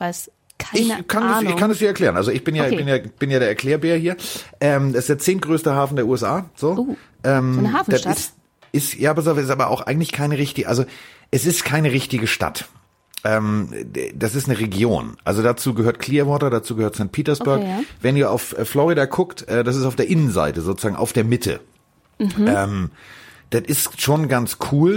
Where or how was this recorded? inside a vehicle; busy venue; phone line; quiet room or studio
quiet room or studio